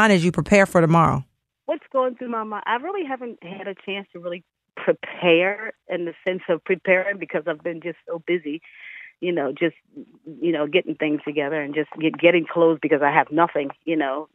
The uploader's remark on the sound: via phone